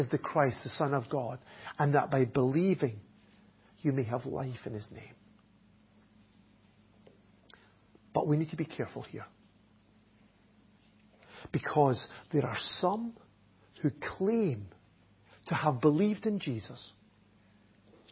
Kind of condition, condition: setting, large echoing room